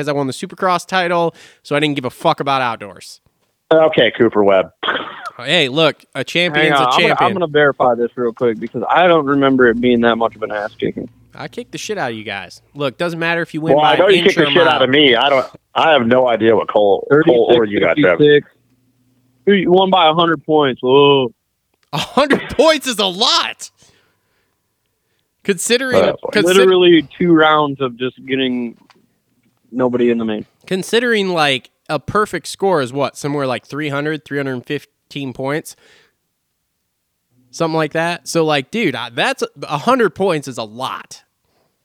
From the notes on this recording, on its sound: jump on the phone